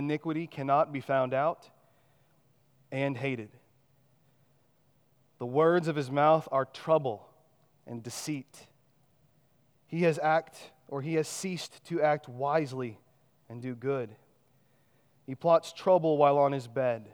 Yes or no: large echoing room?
yes